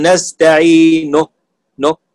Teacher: فإذا قرأتها بالروم تقول نستعين نو حتى تعلمني أن حركة النون الضمة، لكن تنطق بثلثها